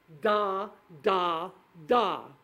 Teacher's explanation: And what you end up hearing is something that sounds nearest to something that's articulated in the middle, where da is articulated with the tongue at the roof of the mouth